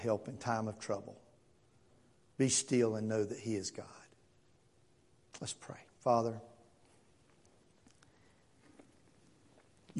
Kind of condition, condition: setting, large echoing room